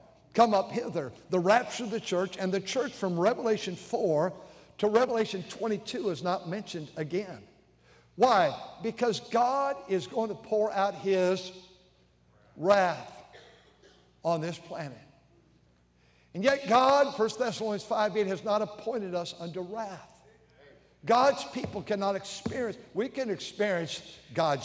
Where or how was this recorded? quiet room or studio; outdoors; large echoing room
large echoing room